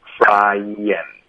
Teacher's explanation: 这个后鼻音我们就把它变成一个顶舌尖的 n